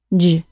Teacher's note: In English, the J sound and CH sound are the only affricates we have. Both of these specific sounds are created by briefly pressing the front of the tongue near the tip against the bony ridge behind the top front teeth. That is where the air is stopped.